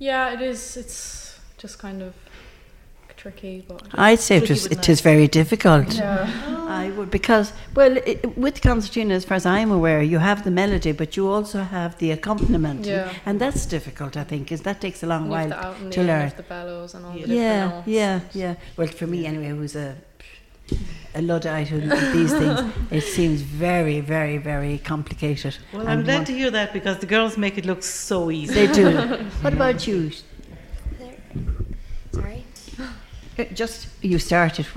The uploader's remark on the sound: With a snippet of some of the music performed at the concert. Live from the Community Hall Feakle as part of the 36th Feakle trad Festival.